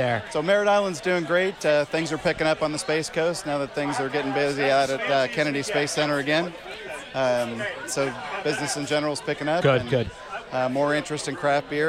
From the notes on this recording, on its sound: Runs to as many brewers as he can, while staying dry at the 2nd Annual Florida SMaSH Beer Festival brought to you by our friends at Hourglass Brewing.